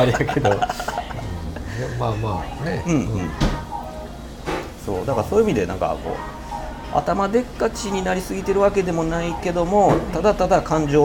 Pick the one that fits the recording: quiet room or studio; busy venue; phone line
busy venue